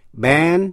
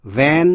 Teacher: B, b là stop sound, tức là một tắc âm. Còn v là fricative, là sát âm.